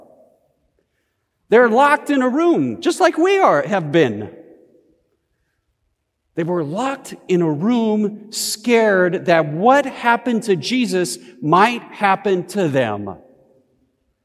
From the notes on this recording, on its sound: Easter Service of Worship. Recorded live at Beatitudes Church in Phoenix, AZ.